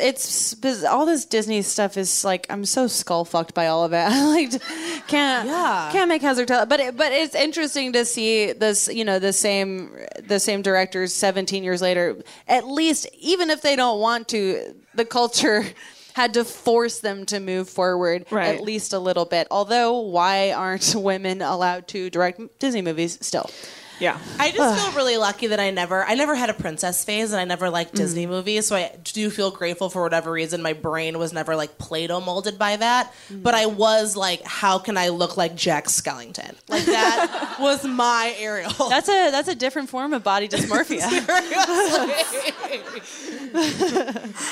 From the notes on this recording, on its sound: Recorded live at the Jewelbox Theater in Seattle!